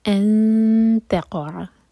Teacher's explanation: تا کے لیے اخفا دو سیکنڈس کا ٹائم دیں گے اور نون کے مخرج کو ٹچ نہیں کریں گے